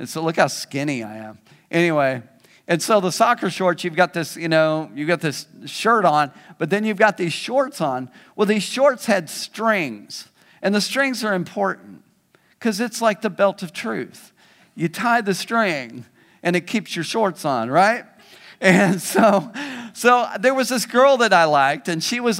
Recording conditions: large echoing room